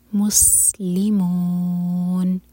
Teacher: سین ساکن پر جب پہنچیں تو ہوٹوں کو پھیلا کر اور سیٹی والی آواز آئے